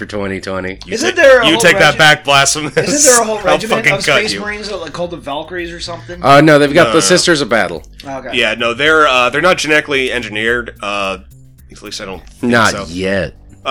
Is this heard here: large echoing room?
no